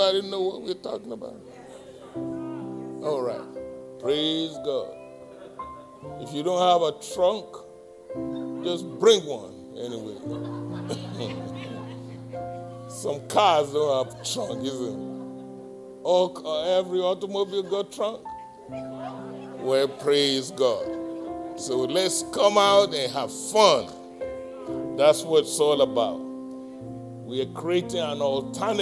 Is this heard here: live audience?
yes